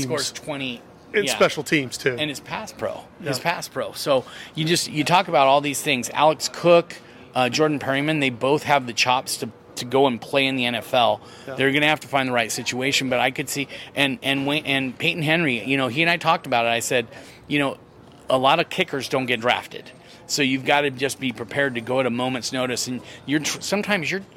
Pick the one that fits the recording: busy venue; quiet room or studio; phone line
busy venue